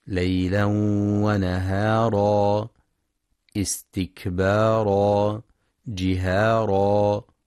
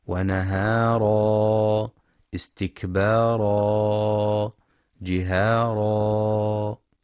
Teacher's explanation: ومد العوض يمد في حال الوقف عوضا عن فتحتي التنوين في حال الوصل، ويلحق بالمد الطبيعي ويمد بمقدار حركتين · Shown in: first take · فحكمه القصر.